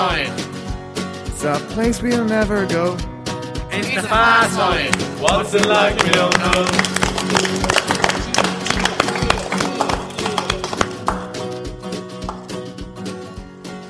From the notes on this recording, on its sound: The Songschool Show live from St Mary's Diocesan School Drogheda, Co Louth, Ireland.